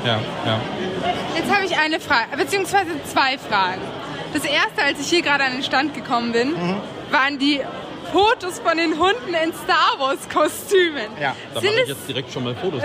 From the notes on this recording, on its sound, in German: live von der Noris-Force-Con mit vielen Eindrücken und Gesprächspartnern